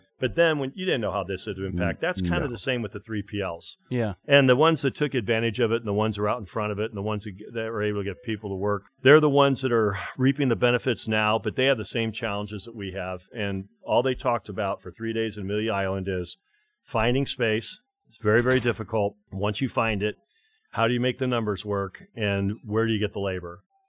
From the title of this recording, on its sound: live from IAMC